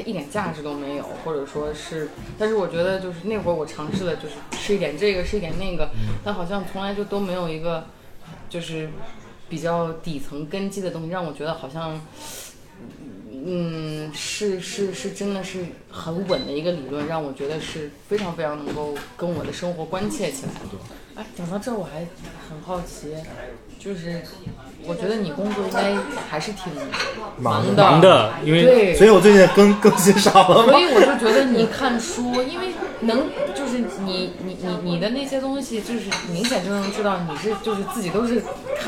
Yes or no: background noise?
yes